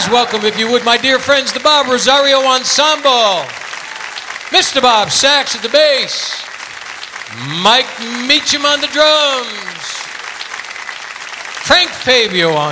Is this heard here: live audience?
yes